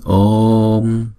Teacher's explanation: Chữ ô là diphthong là hai nhịp, cho nên chúng ta phải đọc kéo dài chữ ô trước rồi chúng ta đóng chữ ô lại.